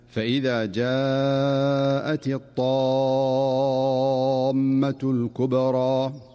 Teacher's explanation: فالطاء هنا حرف قوي مستعل مطبق، فلا تؤدى الطاء قريبة من التاء